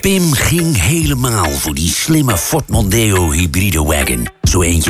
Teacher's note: dit is denk ik de bekendste nasale stem van Nederland